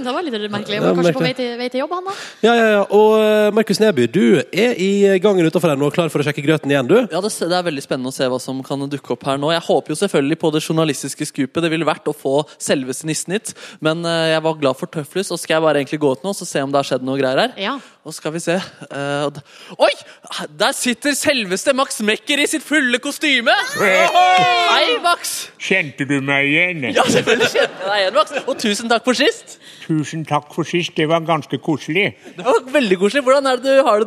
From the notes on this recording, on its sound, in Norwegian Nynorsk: Julefrukostsending frå Store studio. Vi feirar ilag med publikum i salen.